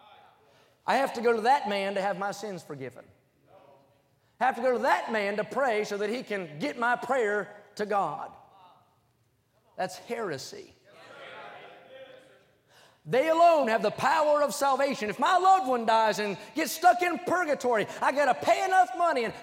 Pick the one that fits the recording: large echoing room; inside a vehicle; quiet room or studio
large echoing room